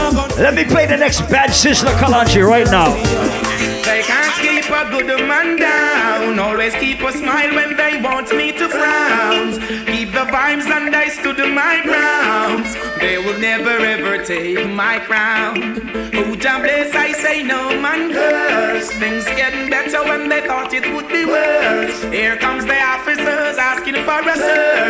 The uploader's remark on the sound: Live audio recording of my set at island saturdays on december 3rd.